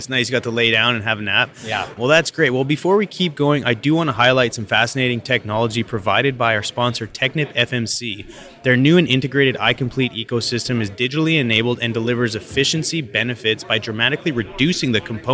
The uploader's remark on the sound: at the Rockwell Automation fair in Houston Texas